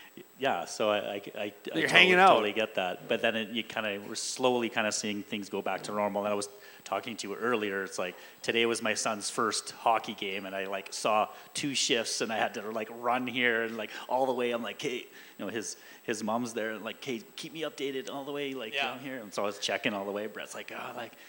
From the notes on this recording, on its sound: joined us LIVE at Arcadia Brewing